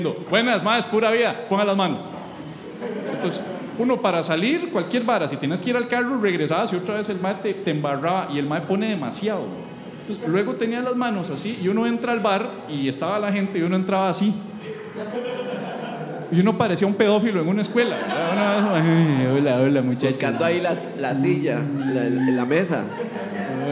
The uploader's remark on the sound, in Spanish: En este episodio en vivo desde Artisán Brew Pub